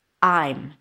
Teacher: First, we're going to talk about the only form that has am, and that's I am. And the am reduces to m. Basically, you reduce the vowel before.